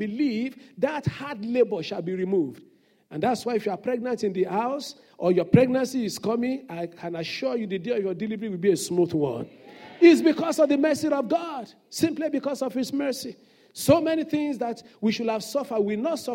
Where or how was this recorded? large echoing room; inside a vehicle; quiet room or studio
large echoing room